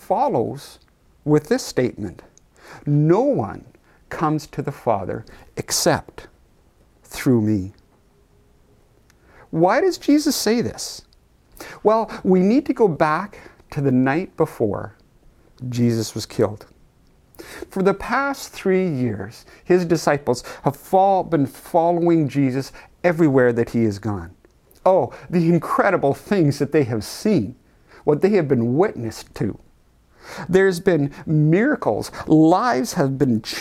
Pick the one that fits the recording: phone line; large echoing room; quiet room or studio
large echoing room